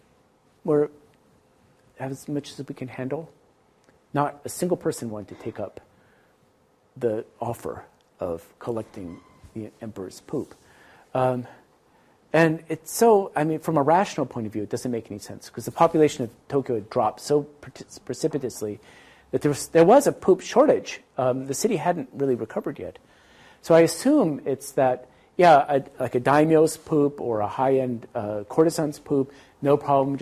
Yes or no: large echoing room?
yes